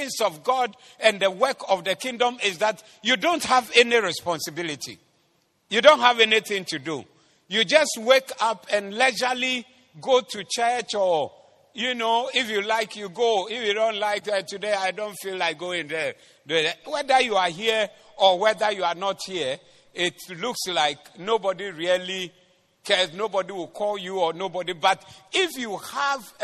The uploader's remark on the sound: Preached at the Doxa Service 18022024